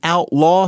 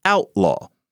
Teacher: And what I mean is that in order to make something a noun, one way to do it is to shift the accent to the first syllable instead of the second syllable · Shown in: second take · Term: the backshift